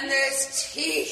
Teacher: some of the words, the syllables get drawn out, like the way you say eyes, blame, even teeth